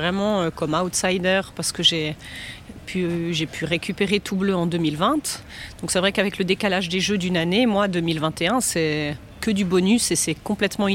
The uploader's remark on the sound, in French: Nous sommes en direct du CHI de Genève dont nous sommes, pour la deuxième année consécutive, média partenaire ! Nous enregistrerons chaque jour deux épisodes et les diffuserons dans la journée.